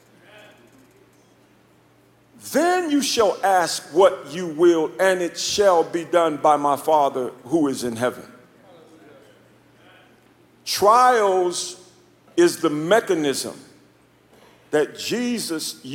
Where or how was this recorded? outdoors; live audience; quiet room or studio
live audience